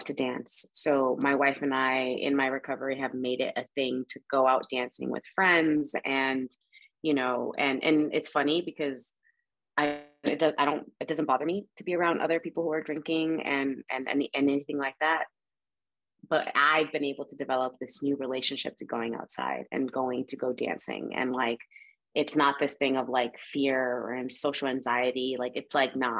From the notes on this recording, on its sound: In Raleigh, NC & Ensenada, MX on Zoom.